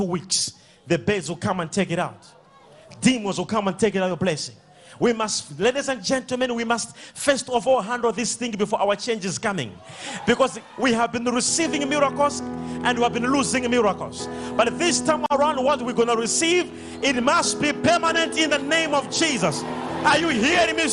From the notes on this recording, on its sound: SUNDAY LIVE SERVICE | 21/05/17| ECG CHURCH.